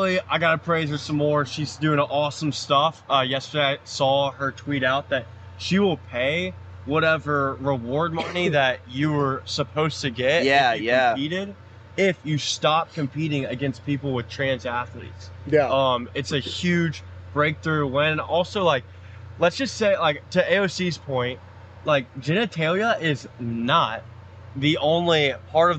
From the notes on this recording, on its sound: LIVE FROM DEBATE STAGE. We're LIVE from Tuscaloosa for the 2nd place debates!